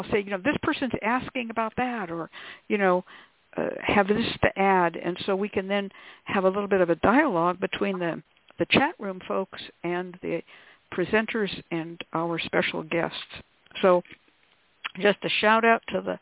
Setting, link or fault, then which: link, phone line